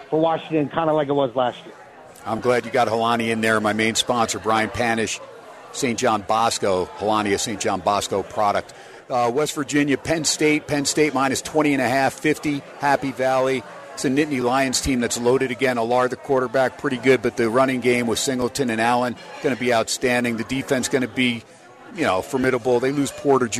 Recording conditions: busy venue